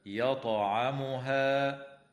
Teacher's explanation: وتقلقل الطاء وصلا ووقفا في كلمة يطعمها، وتمد الألف قبل الهمزة من قوله تعالى يطعمها إلا بمقدار